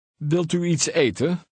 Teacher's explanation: Remember to drop the final N in the EN ending. The first E in the last word is a syllable.